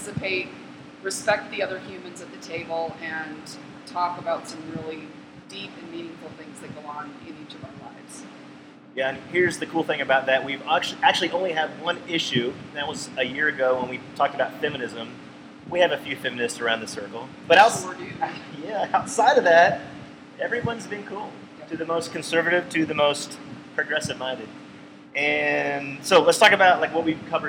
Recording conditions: background noise